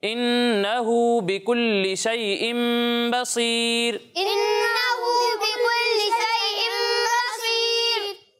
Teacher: ٹھیک ہے ناک میں آواز لے جا کر ادائیگی کریں یعنی ناک میں آواز ایک الف کی مقدار تک ٹھہرانی ہے آپ نے · Term: غنہ